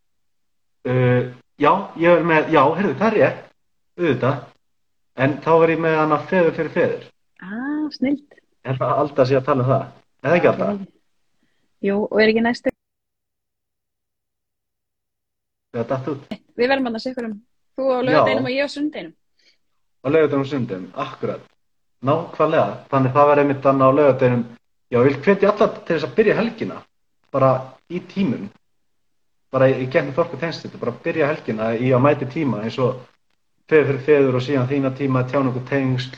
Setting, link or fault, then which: link, video call